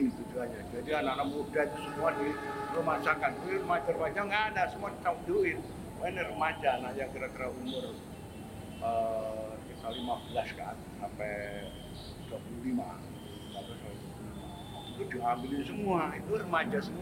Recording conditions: poor sound quality